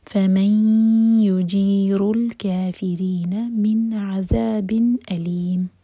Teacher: لی 4 حرکہ لمبا کھینچیں گے، مد عالی للسکون، میم کو ساکن کریں گے